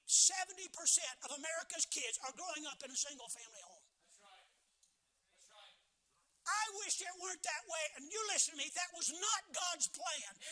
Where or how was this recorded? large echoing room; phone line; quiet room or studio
large echoing room